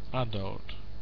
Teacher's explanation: Adult, I would say on the first syllable · Term: stress